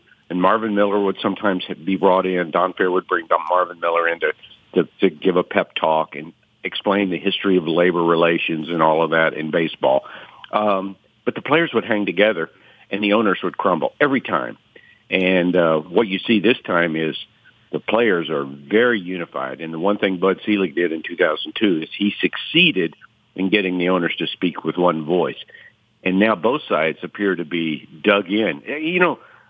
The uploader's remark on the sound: phones